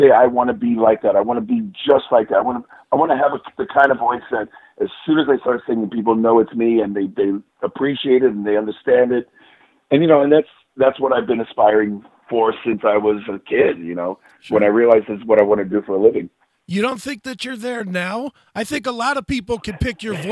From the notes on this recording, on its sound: Called in to talk about the band's new release 2020.